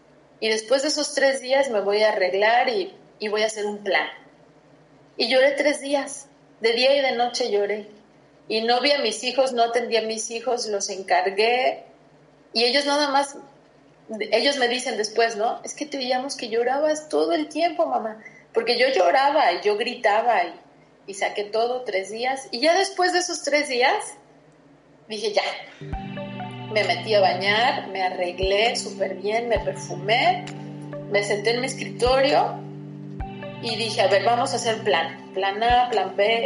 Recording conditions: video call